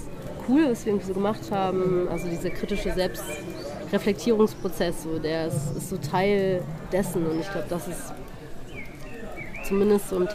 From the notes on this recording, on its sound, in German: Mit Iced Coffee (Hafermilch) sitzen wir auf dem Schulhof des Prosanova-Festivalgeländes in der Sonne.